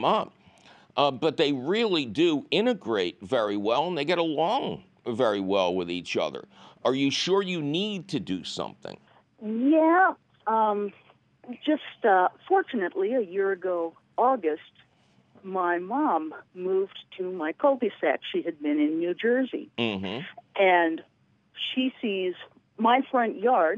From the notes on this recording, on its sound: your spooky phone calls!